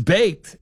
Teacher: the ED is a grammatical ending that is pronounced simply as a T sound because it follows the unvoiced consonant K. So baked sounds like B-A-Y-K-T.